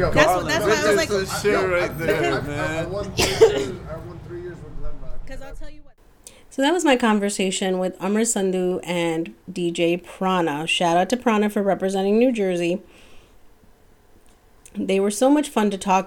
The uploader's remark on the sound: On a windy March evening, sat atop a rooftop while a bustling music industry conference took place beneath us